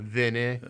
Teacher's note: You don't say the R.